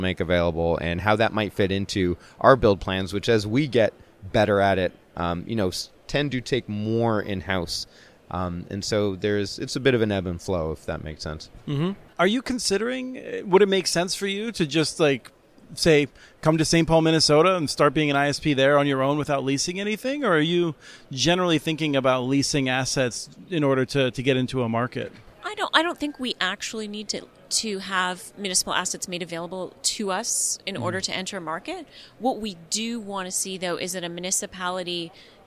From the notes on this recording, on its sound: at the 2019 Broadband Communities Summit in Austin, he recorded a series of interviews for the podcast